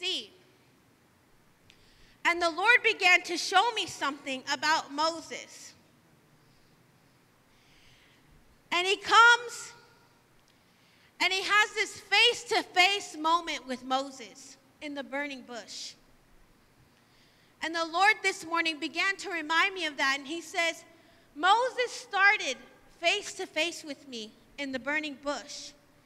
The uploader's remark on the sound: live from Emerging Streams Apostolic Center